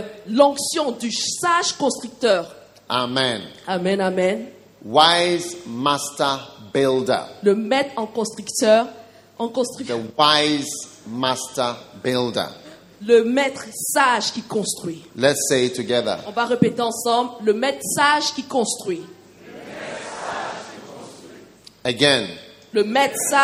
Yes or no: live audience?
yes